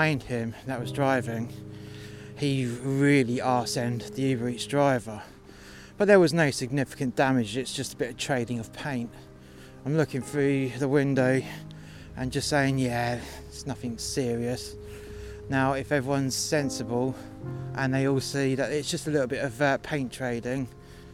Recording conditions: outdoors